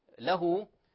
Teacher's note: له، لاحظوا إخواني، له هذا مد صلة صغرى، الهاء بعدها واو صغيرة، هذا مد طبيعي يمد حركتين، لا نقول له كفوا.